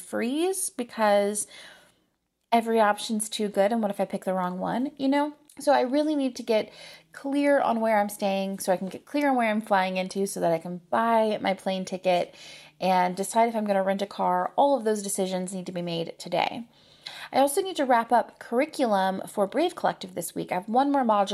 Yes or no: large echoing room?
no